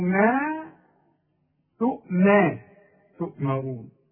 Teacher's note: ودي الراء لأنها جات لك مفخمة في هذه الكلمة